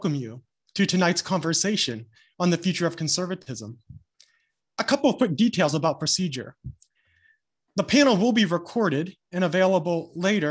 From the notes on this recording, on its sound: This is a recording of our virtual event